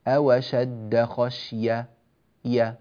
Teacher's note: طبعا المقطع فيه شيء من الطول، فربما وجد القارئ نفسه قد ضعف فيصل إلى آخر المقطع ولا يأتي بزمن الهاء بشكل صحيح، فيقول أوشد خشية يا، فيفتح ياء فقط دون أن يأتي بهاء بعدها، أوشد خشية بهذه الطريقة.